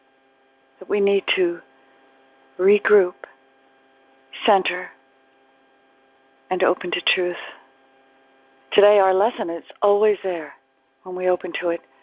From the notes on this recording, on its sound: ACIM Daily TEXT Conference Call.